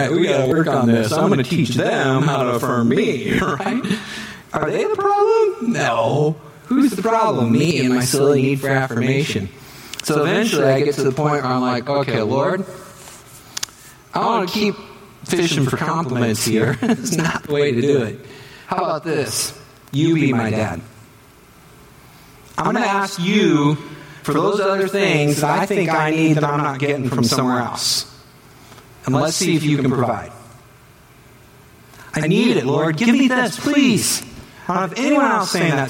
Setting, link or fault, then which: setting, large echoing room